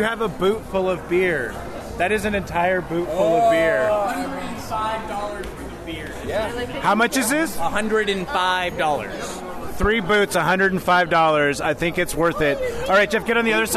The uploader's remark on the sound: This episode the guys are recording during their Boot to Boot event that happened June 29th, 2019. The Flying Boots and Wings of Tacoma.